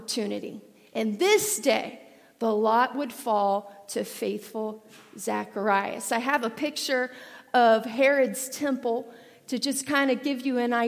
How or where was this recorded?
large echoing room